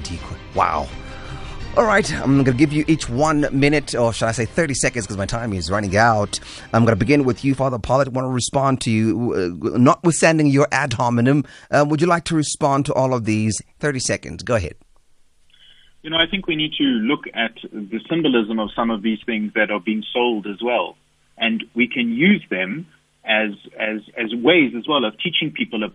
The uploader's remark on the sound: Guest on the phone